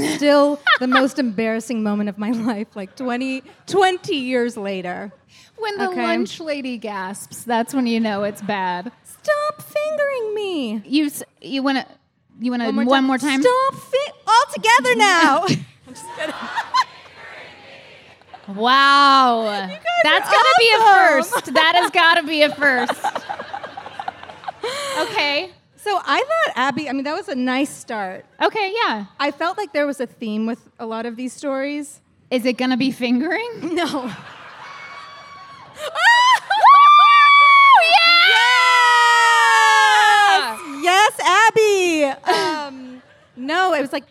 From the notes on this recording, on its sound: Today, we’re LIVE at MythiCon!